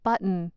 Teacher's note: When we pronounce this word, we sometimes swallow the T's and pronounce it button.